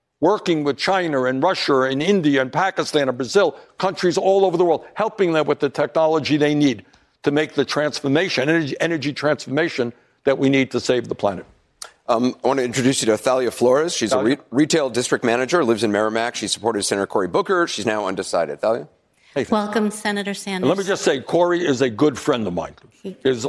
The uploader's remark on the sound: Answers questions from voters in New Hampshire during a live town hall. At Saint Anselm College in New Hampshire.